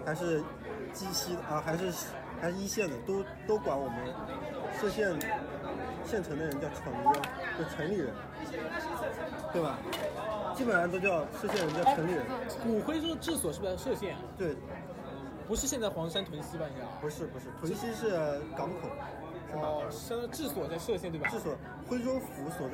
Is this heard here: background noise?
yes